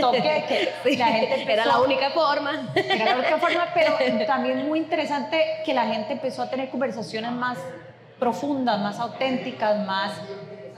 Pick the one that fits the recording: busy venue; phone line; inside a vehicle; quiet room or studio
busy venue